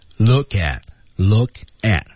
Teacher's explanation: look at 连读 at t 失去爆破